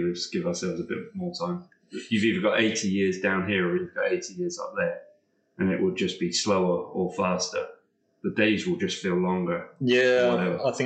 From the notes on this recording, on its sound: Apologies for the audio issues this week. We had an issue with the sound card.